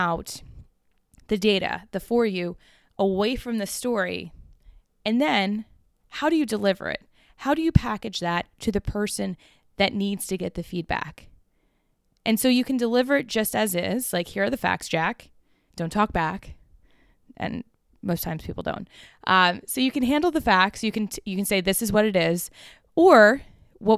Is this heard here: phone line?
no